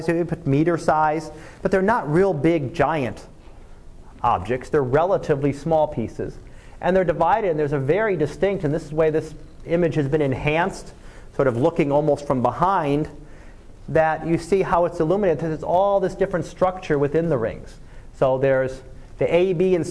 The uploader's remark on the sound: Live Class Lecture.